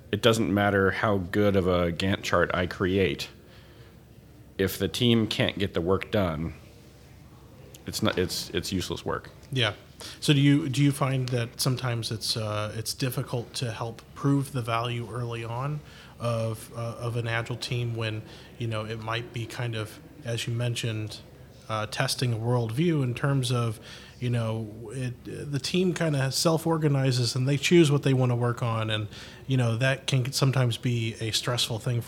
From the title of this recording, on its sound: Live From Agile Midwest